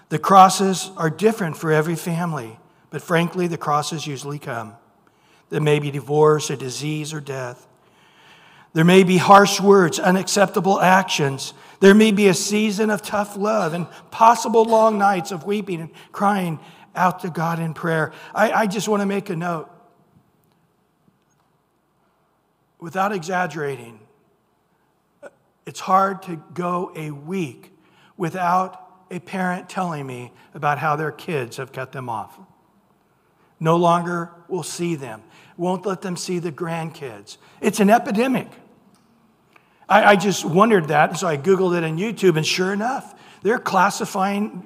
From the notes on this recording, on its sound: Recorded at Calvary Chapel of Los Alamitos on May 14 2023 on Sunday Morning Sermon.